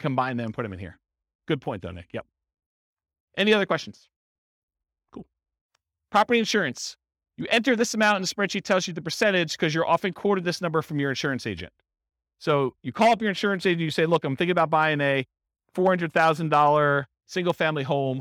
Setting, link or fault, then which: setting, live audience